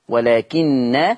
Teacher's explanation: حفص لما يقف على النون هتبقى بغنة لأن عنده النون مشددة